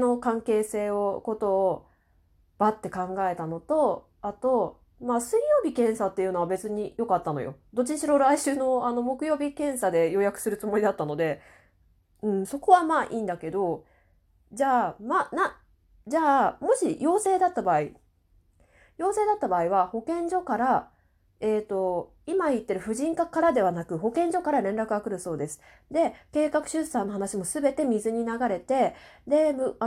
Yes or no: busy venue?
no